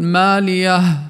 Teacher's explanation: إن وقفنا عليها ولم نصلها فيجب فيها الهمس